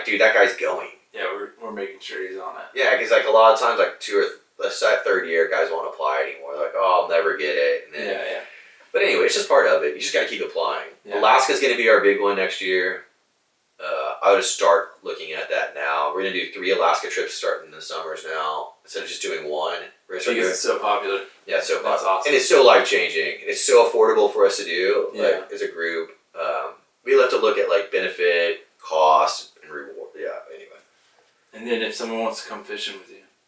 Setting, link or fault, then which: fault, poor microphone